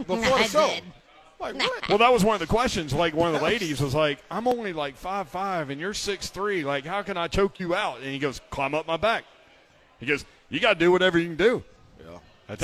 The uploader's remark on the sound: live at BWW